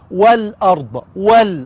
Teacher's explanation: همزة وصل تسقط وصلا نبدأ بها آ